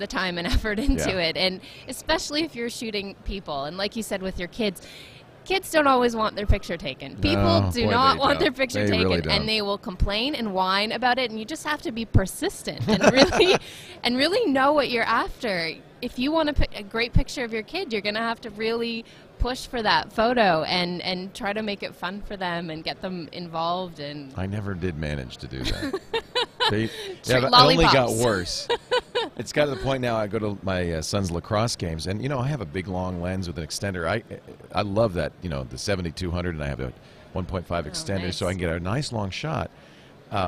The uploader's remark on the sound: Live From NAB